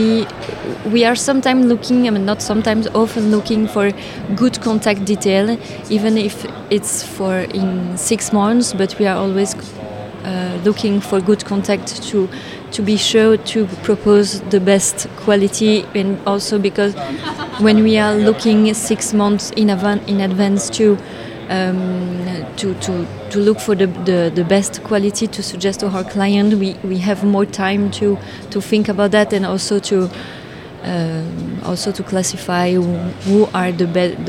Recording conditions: busy venue